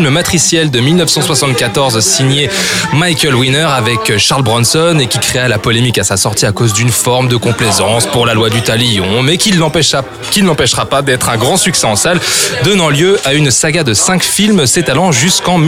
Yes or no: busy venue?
yes